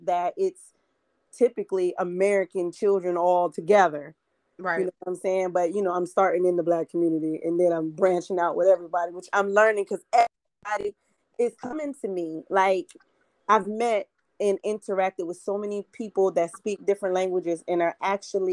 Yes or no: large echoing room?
no